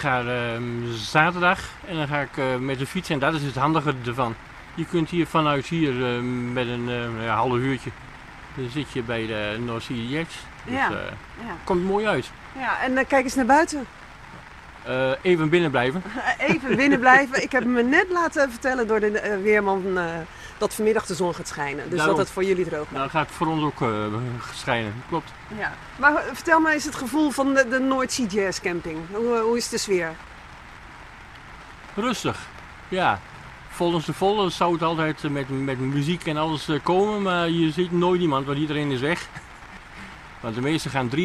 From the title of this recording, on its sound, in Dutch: op de North Sea Jazz-camping